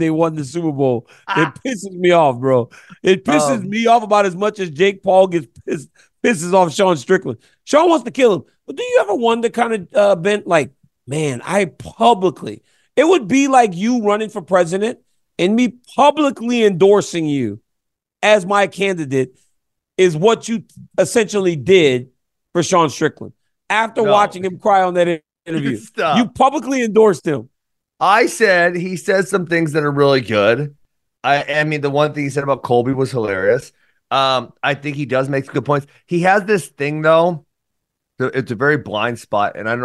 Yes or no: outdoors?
no